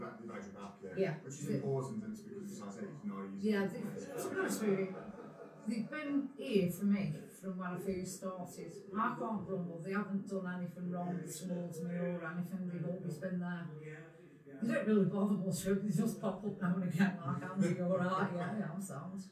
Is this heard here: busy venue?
yes